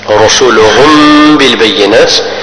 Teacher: الميم تخفى لوجود الباء · Term: الإخفاء